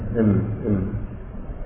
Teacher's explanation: الإم بتطلع من الشفاه، بس الإه بتطلع من أقصى الجو